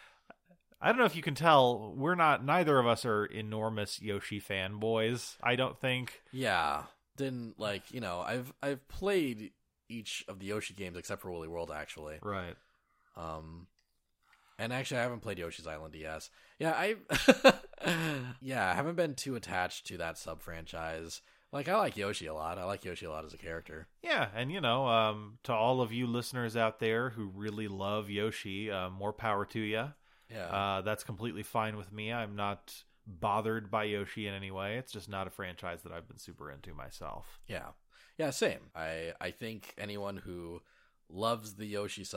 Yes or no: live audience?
no